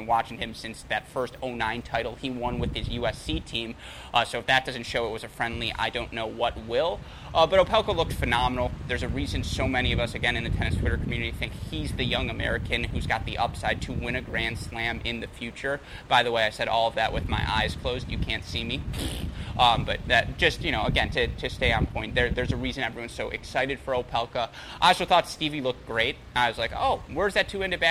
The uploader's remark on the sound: Live from the Altec Styslinger Tennis Exhibition in Miami